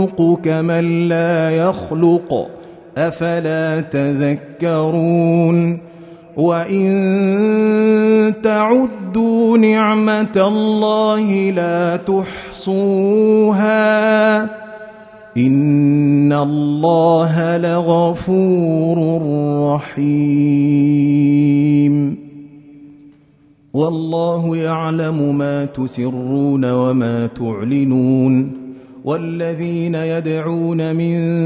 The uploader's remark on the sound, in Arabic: مسجل من صلاة التراويح بمسجد السلام بحي مشرفة بجدة.